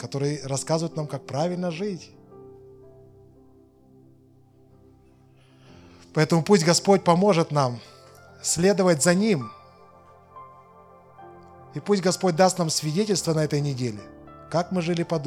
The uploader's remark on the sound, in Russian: Запись воскресного служения Церкви в Евпатории.